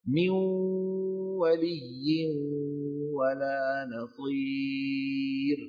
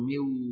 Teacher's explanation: عدم إعمال الخيشوم، يجب عليه أن يعمل خيشومه وأنفه فيخرج منه صوتا وهو الغنة بالإضافة إلى، ويكون توزيع الصوت 50% 50% بالمناصفة، ما يكون الغلبة للواو ولا الغلبة لمين؟ للخيشوم، بده يكون متساوي · Shown in: first take · Term: إدغاما بغنة